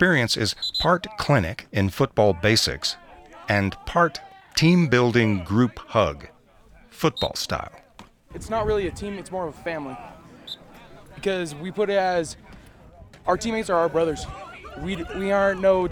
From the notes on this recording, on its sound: Visits the annual summer youth football camp at Western State Colorado University. Brought back the voices of the players and the sounds of the camp.